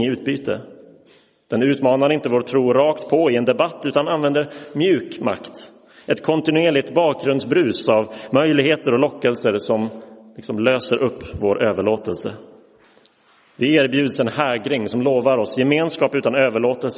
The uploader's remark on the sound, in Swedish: Inspelad i Roseniuskyrkan den 5 februari 2023